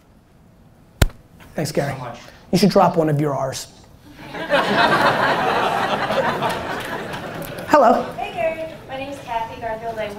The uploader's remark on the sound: Keynote at SXSW 2016